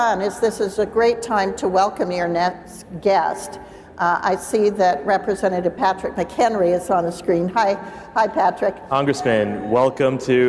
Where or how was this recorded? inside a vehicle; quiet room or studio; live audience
live audience